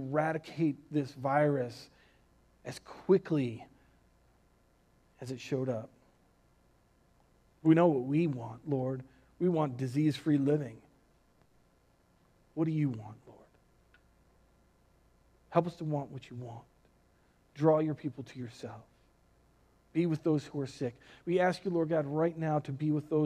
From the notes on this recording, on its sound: Recorded on April 5th, 2020 at Word of Life Church in Le Sueur, MN.